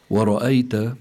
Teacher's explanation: الراء هنا مفخمة لأنها مفتوحة، ومنذكر المستمعين على أن الراء إن كانت مضمومة أو كانت مفتوحة بتكون حكمها التفخيم، أما إذا كانت مكسورة بيكون حكمها الترقيق.